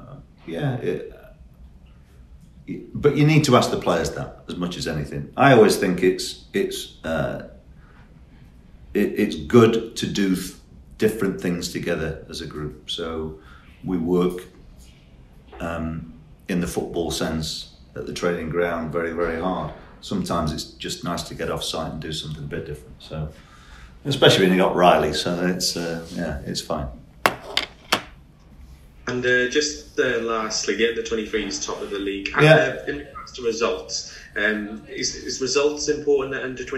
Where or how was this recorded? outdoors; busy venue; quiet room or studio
busy venue